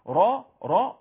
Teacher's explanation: وشوف اقصى اللسان بيرتفع عشان را حرف مفخم هكذا اهو، ايضا التصاق بس ظاهر اقرب ظهر اللسان وليس طرف اللسان.